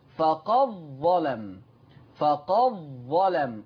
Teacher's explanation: دخلت الدال في الظاء فبقت الظاء مشددة